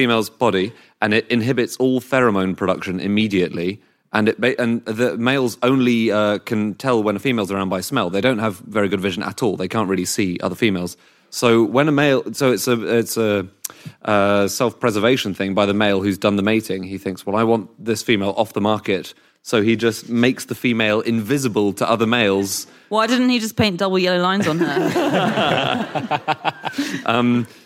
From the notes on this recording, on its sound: Live from the Salford Lowry theatre